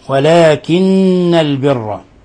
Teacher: حرف غنة مشدد، تغن مقدار حركتين